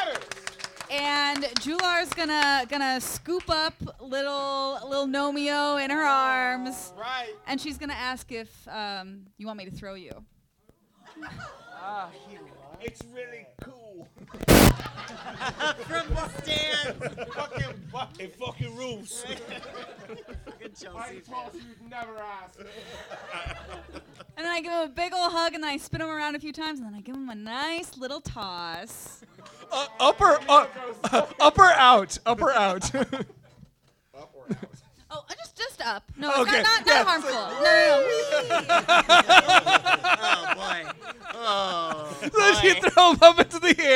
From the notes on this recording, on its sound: Here’s another edition of our live show series Thirst For Adventure!